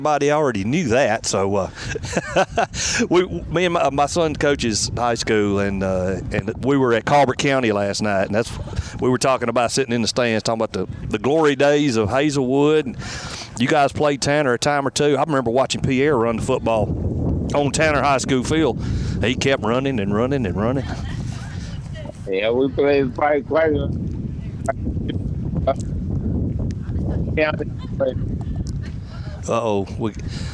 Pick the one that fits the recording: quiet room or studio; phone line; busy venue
busy venue